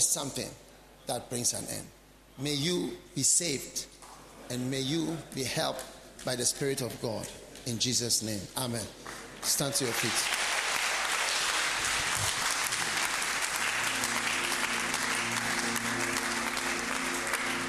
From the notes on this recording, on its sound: Preached at the Healing Jesus Campaign Pastors' Conference in Saboba, Northern Region of Ghana